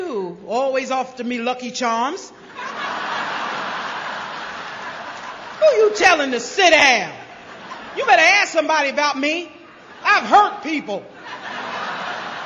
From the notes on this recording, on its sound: speaking at the 23rd Gopher State Roundup in Bloomington MN in 2006